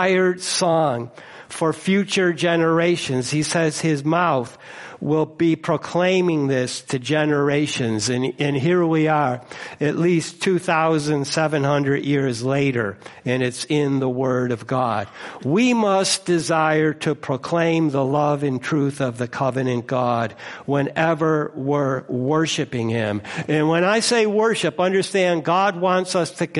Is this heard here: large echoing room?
yes